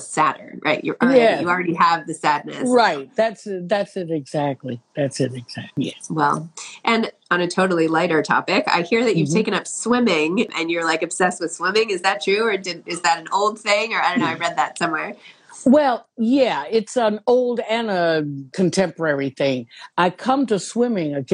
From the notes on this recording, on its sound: Their conversation, released here as an episode.